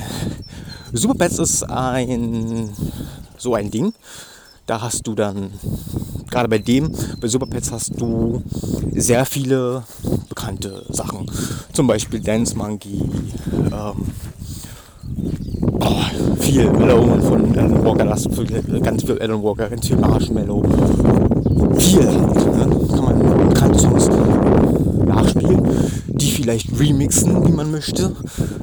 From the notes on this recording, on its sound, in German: Bitte Entschuldigt das Rauschen es war doch ziemlich windig.